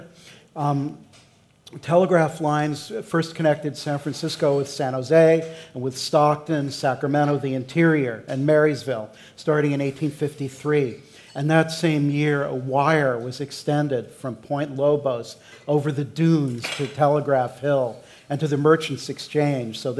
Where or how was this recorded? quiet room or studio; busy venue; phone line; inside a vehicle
busy venue